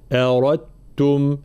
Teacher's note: كلمة أردتم عندنا حكم هنا، أصلها أردتم كما تلاحظون، ولكن هنا تدغم الدال في التاء، أردتم، أردتم، أنساها الدال، ثم شكون يقول أردتم، أردتم، هذا إدغام ناقص، لا، إدغام تام، را مفخمة بعدها التاء مشددة